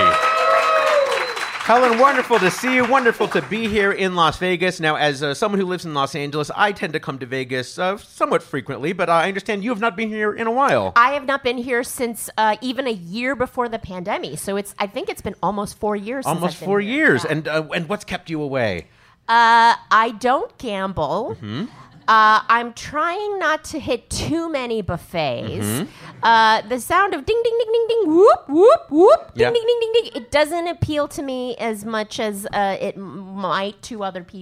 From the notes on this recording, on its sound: Live from the Game Show Boot Camp in Las Vegas, Nevada